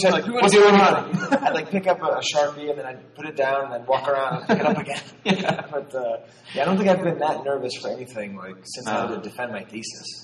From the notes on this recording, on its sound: The sound quality is a bit rough, and most of the room sale audio was lost.